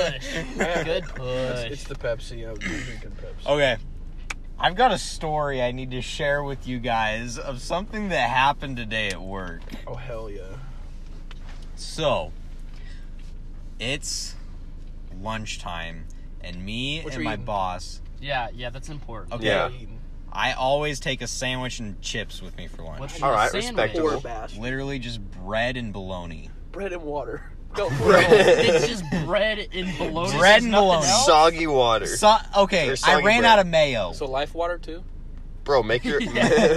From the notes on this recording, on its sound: An incredible talk in the car.